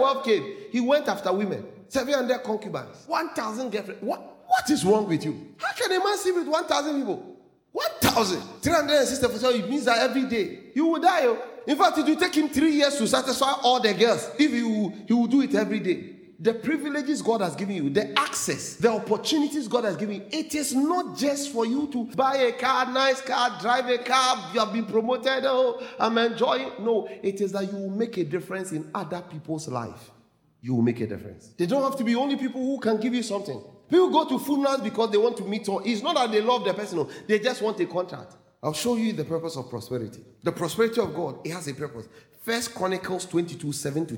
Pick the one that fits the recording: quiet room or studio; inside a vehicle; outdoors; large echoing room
large echoing room